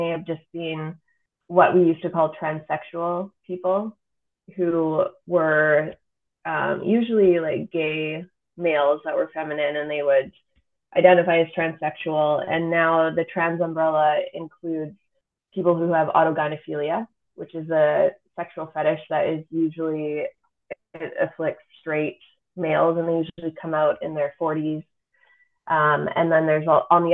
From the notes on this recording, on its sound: Apologies in advance for the sound quality